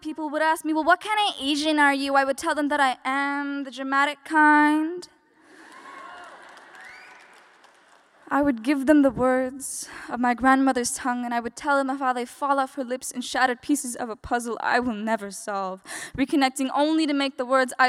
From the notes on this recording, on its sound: including live performances